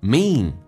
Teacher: Mean 长元音，嘴角拉到极限。